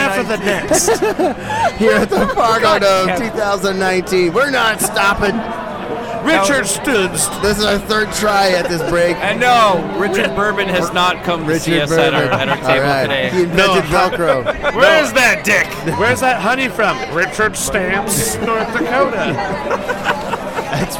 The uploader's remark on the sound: Bacon & Beer Fest. A fan that just happened to be walking by at the moment!